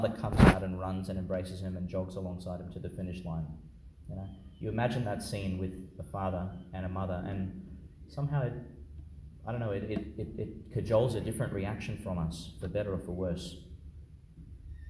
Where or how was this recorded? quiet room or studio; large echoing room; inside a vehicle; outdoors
large echoing room